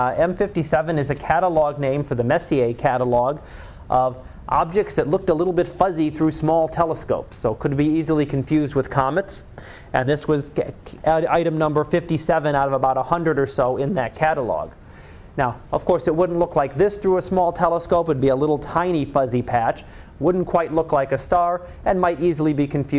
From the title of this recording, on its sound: Live Class Lecture